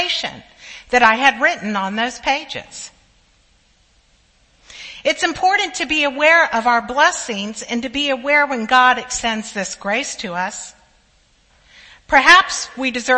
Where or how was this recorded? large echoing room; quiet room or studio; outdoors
large echoing room